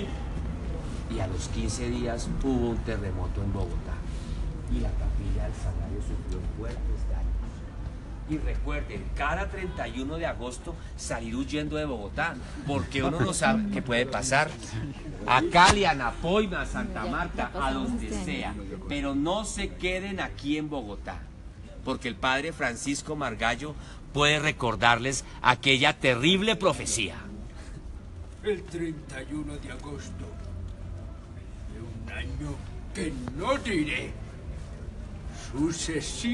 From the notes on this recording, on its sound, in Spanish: Esta es la recopilación de los audios grabados durante el tour fantasma por el centro de mi ciudad Bogotá.